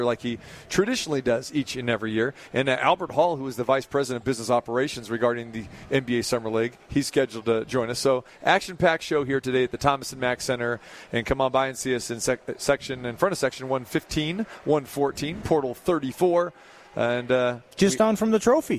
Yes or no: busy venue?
yes